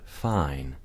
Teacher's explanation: As the sound is formed, the tongue and jaw possibly rises to make the second part of the diphthong.